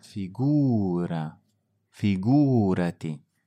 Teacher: make sure to put the emphasis on the oo